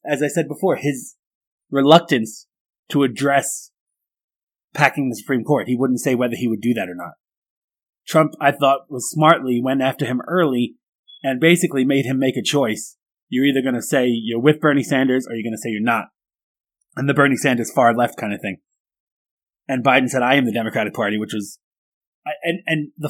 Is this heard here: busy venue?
no